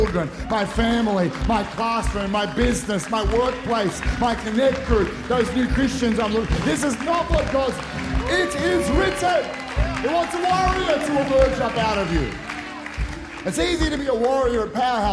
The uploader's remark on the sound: Powerhouse Conference 2023: Glory To Glory. Recorded during our the first session, 6:30pm.